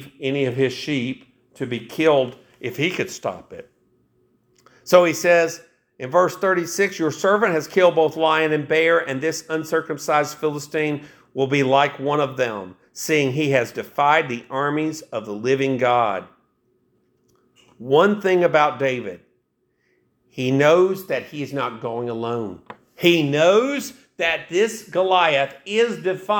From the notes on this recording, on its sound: This message was preached November 26, 2023, AD at Hickory Valley Baptist Church.